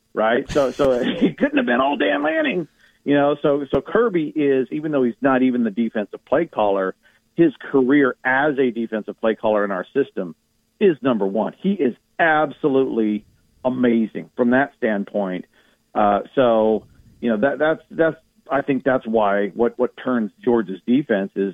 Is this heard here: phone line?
yes